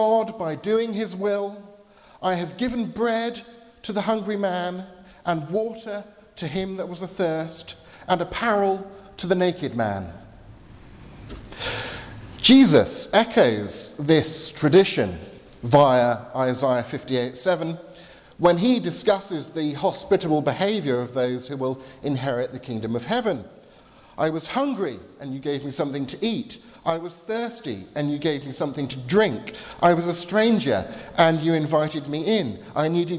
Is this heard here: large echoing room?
yes